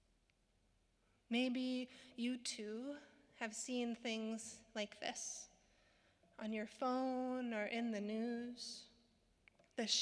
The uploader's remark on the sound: Sermons from Old South Church in Boston